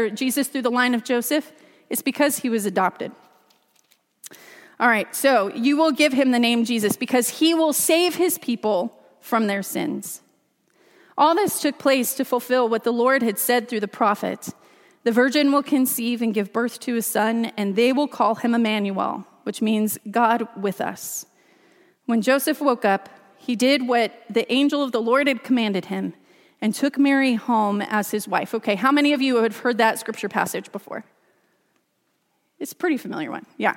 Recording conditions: large echoing room